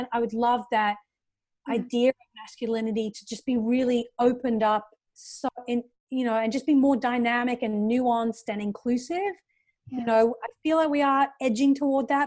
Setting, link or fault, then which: link, video call